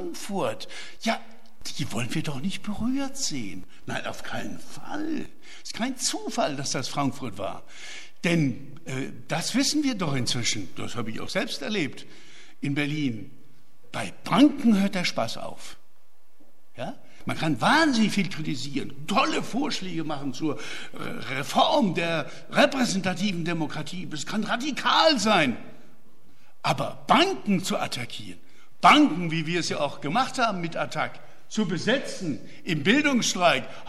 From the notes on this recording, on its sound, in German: Mitschnitt des Referats